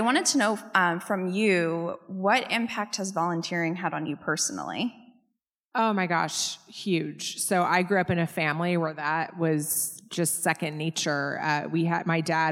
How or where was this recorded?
live audience